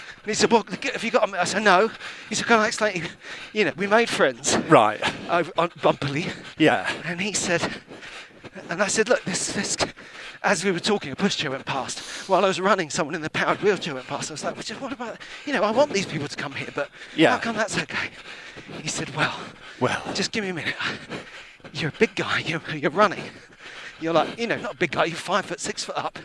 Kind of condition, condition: setting, outdoors